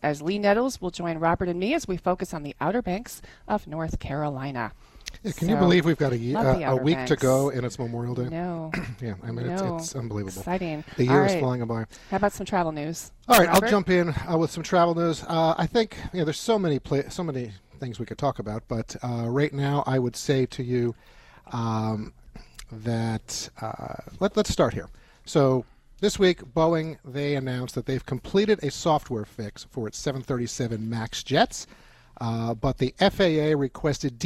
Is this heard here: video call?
no